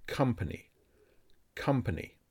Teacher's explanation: The letter O is pronounced as the weak A sound.